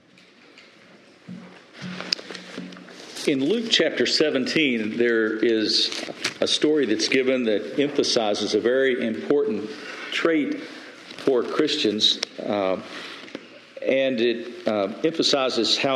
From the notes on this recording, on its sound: Message delivered Sunday, April 30, 2023 at Mt Carmel Primitive Baptist Church, Bel Air